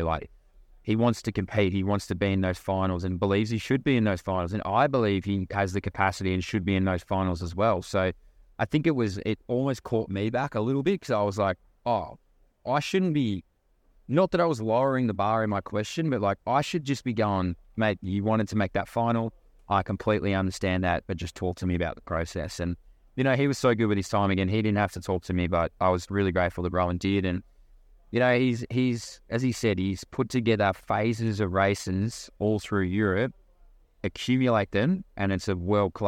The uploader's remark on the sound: LIVE FROM THE WORLD CHAMPS